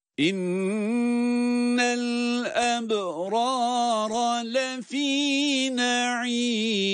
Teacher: Sesi tize çıkararak, sesimizi yükselterek okuyabiliyoruz.